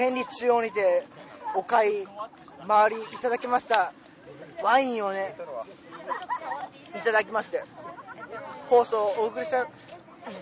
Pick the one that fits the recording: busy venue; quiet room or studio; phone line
busy venue